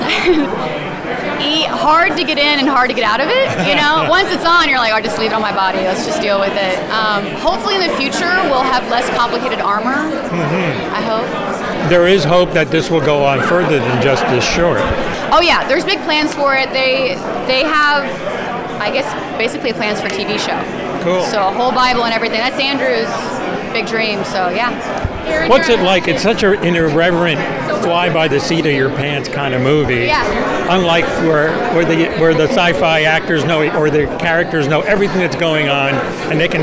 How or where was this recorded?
busy venue